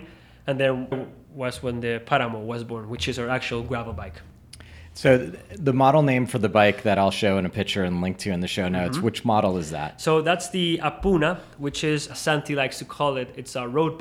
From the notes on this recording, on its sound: This episode was recorded at the 2021 Enve builder round up.